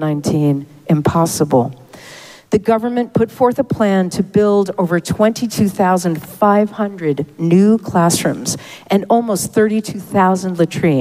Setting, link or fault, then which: setting, large echoing room